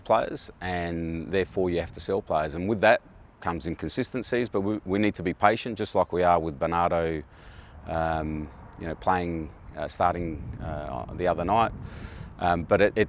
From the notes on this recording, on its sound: Pre-Match Press Conference. FFA Cup Quarter Final.